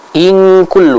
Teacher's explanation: Dan ingat, ikhfa ketika menghadapi huruf kaf, baik itu ikhfanya terjadi karena nun yang sukun atau karena tanwin, maka cara membacanya adalah dengan kita mendengungkan secara sempurna atau dengan cara membacanya eng